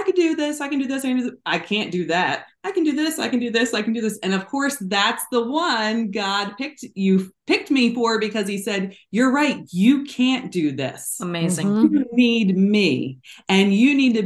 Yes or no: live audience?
no